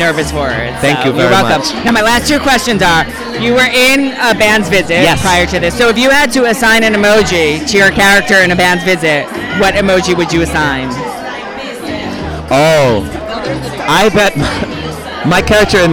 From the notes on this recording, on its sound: Recorded at Blue Ribbon in NYC, I am on the red carpet at the Opening Night party of the new hit Off-Broadway Musical Emojiland chatting with the cast and creative team.